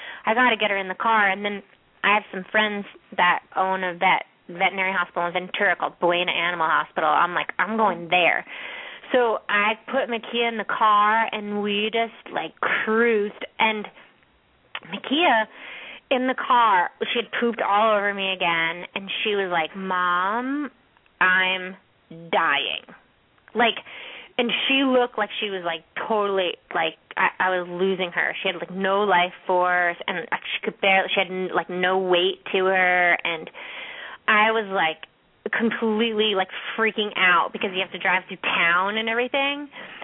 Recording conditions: phone line